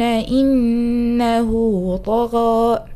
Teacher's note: نفس درجة التفخيم في الغين وكذلك في الألف